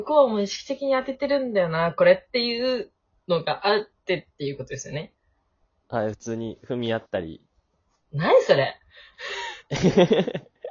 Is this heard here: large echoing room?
no